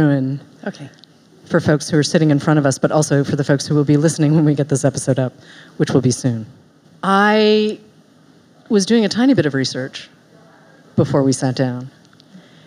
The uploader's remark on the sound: live at Barnes & Noble Union Square